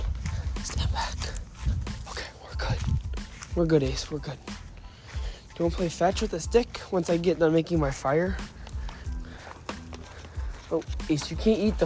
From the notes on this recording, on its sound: Talking while locked outside